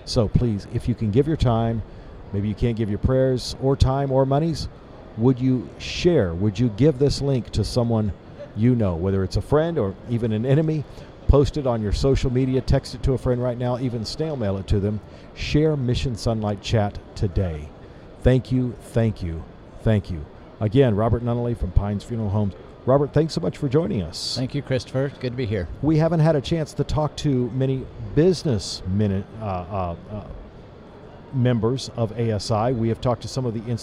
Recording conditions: busy venue